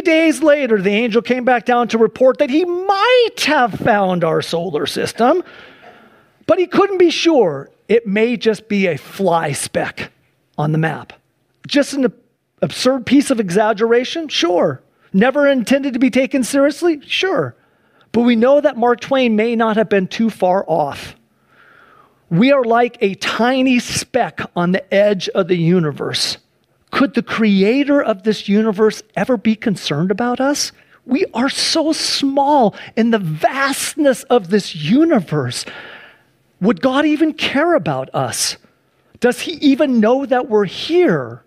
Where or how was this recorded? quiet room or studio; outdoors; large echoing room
large echoing room